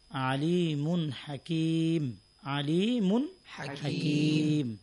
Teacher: যেমন আলিমুন হাকিম, আলিমুন হাকিম। এখানে আলিমুন তানবিনের পরে ইজহারের হরফ হা আসছে, বিধায় আমরা গুন্না সারা স্পষ্ট করে পড়তে পারি।